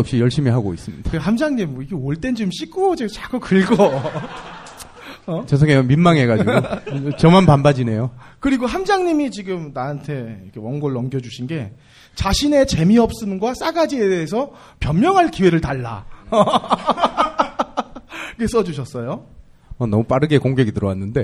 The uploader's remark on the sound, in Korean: 영진공 1주년 기념 공개방송